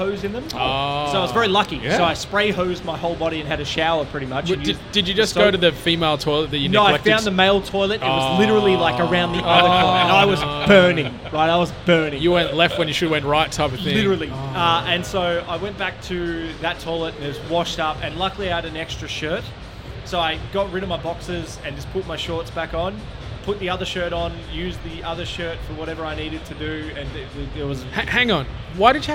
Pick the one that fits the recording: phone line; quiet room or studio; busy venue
busy venue